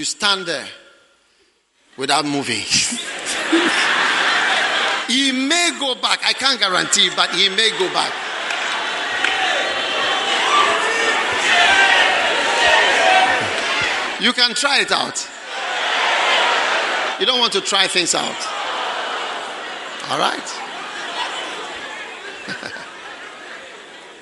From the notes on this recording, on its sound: Preached at the 'Take My Life' Concert, First Love Center.